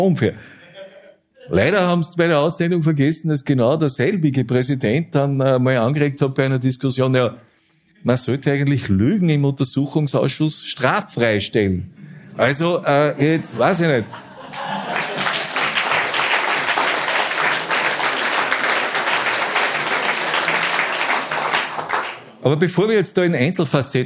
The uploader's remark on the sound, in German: Die Dunkelkammer auf der Bühne. In der Kulisse Wien. Zweite Auflage des Live-Podcasts.